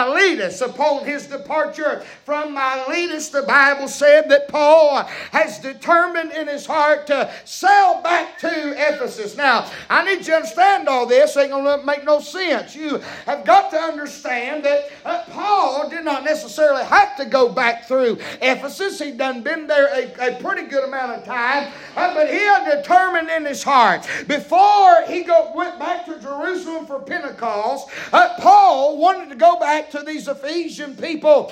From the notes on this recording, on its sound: preaching live from Still Water Baptist Church